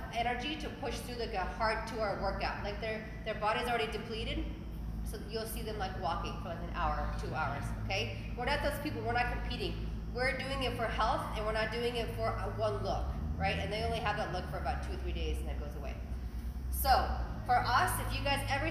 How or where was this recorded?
live audience